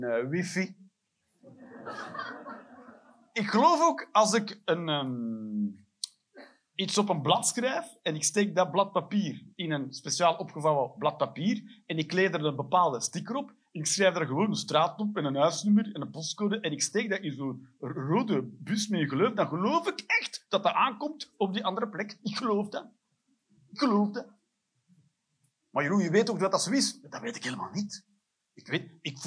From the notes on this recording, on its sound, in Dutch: Live 30 September 2023, Cc De Werft, Geel.